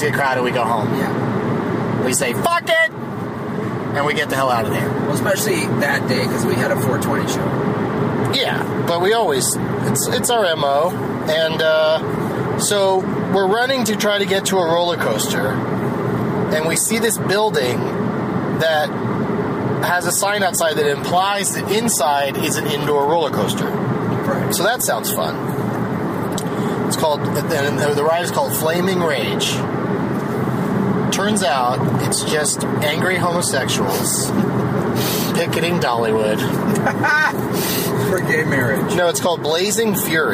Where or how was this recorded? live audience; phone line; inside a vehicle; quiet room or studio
inside a vehicle